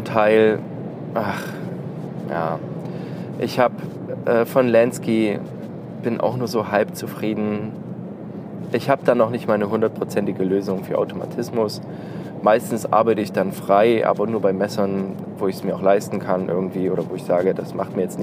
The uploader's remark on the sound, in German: Prepared! on the Road - Q&A im Auto.